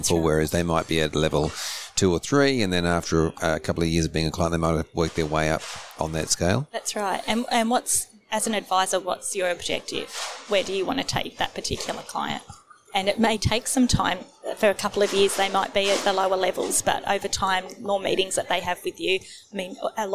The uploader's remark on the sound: Recorded live at FAAA Congress 2023.